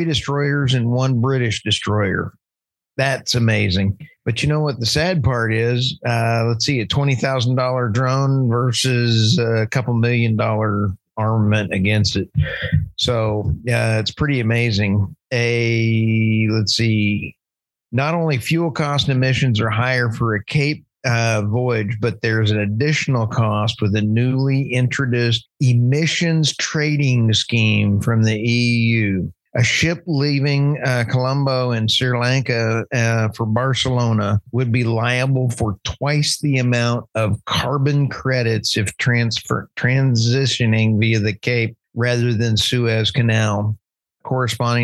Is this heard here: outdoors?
no